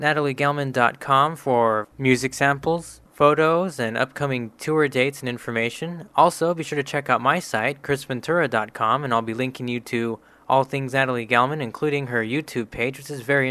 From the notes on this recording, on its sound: Joins me via telephone from New York for an interview.